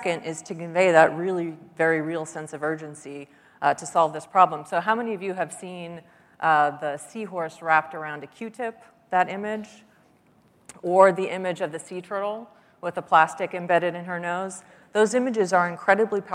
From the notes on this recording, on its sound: The best of live interviews from GreenBiz events.